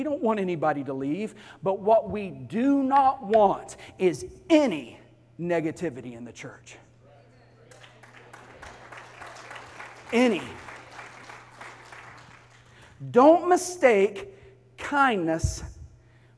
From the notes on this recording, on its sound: Sunday morning service